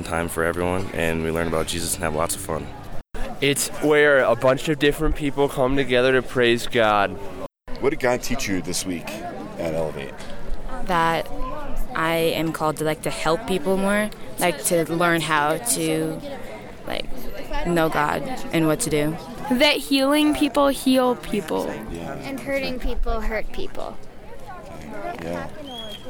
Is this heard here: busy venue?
yes